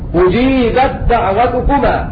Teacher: سقط حرف التاء ونطقنا بدال مشددة